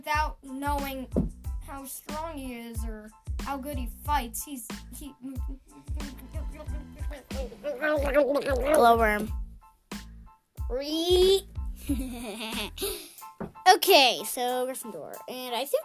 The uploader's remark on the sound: Sorry for background noise.